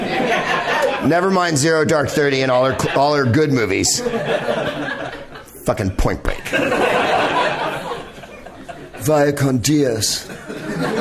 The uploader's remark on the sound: Live from the NerdMelt Showroom in LA